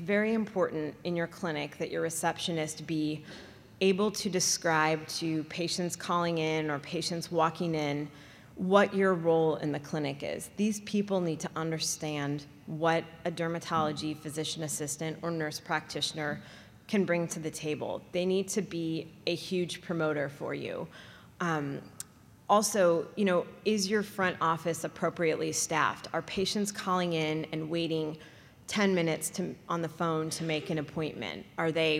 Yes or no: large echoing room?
yes